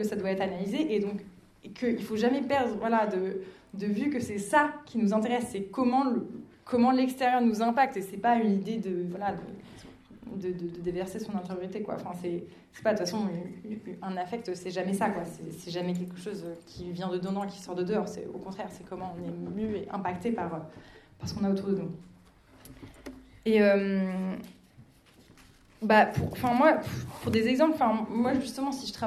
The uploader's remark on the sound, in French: Enregistrement d'une session lors des rencontres d'écologie anticapitaliste "La mer monte", du 6 au 9 avril 2023 à Marseille.